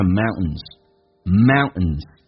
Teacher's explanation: 我们知道刚刚有讲过 NT 组合，那个 T 可以去掉